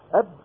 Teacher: تجد أن الصوت انقفل والمخرج انقفل انقفالا تاما · Term: الأحرف الشديدة